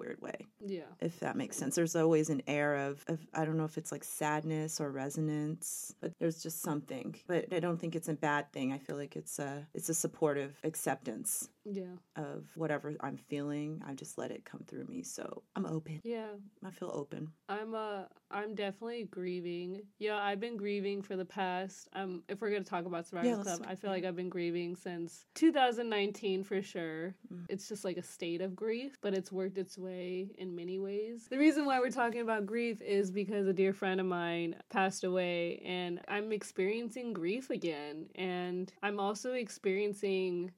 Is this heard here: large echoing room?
no